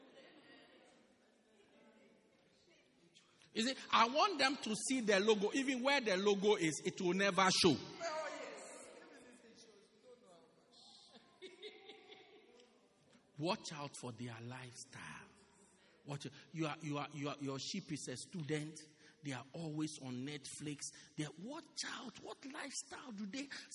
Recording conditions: large echoing room